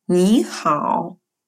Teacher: На письме мы сохраняем все два знака третьего тона, но читаем мы первый слог «ни» вторым, а «хао» – третьим. И получается у нас слово «здравствуйте» звучит как «ни хао». · Term: модуляция третьего тона